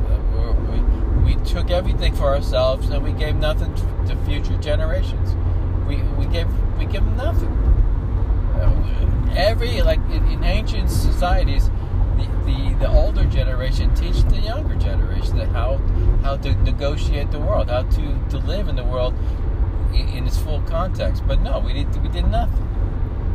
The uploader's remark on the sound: Talking while driving